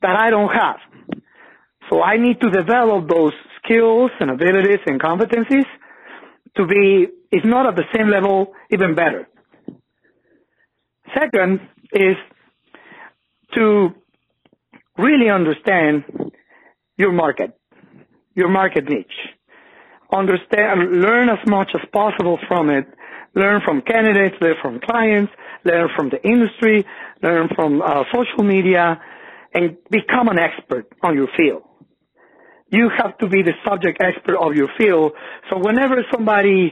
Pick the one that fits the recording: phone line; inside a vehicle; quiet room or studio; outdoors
phone line